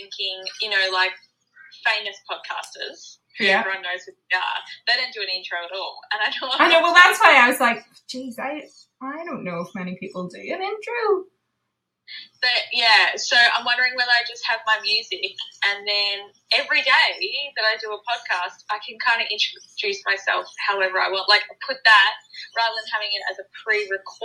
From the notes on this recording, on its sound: Sometimes you just need a call with your bestie. All I needed was a phone call with my bestie.